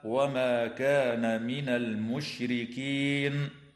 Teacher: لام ال في كلمة المشركين وقعت قبل الميم فحكمها الإظهار القمري